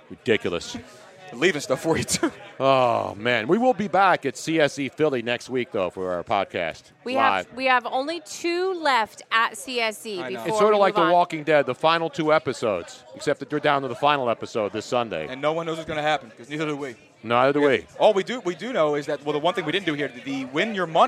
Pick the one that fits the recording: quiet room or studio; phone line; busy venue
busy venue